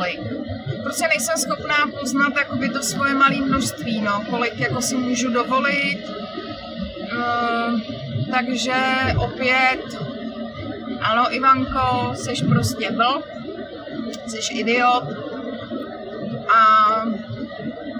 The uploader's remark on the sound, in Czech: Dnešní díl je natáčený v autě na mobilní telefon - takže kvalita zvuku není zrovna OK